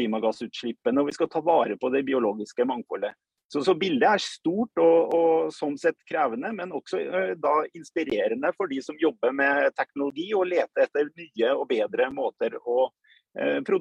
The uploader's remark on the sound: Live Zoom. I denne live-sendingen.